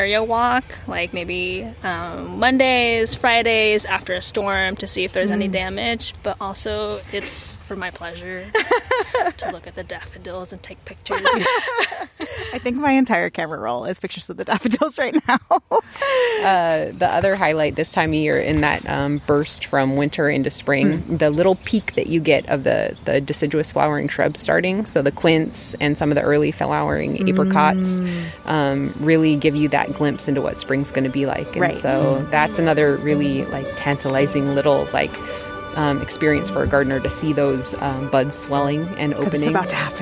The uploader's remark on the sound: Soak in the sounds of seasonal transition as the Garden begins to bloom.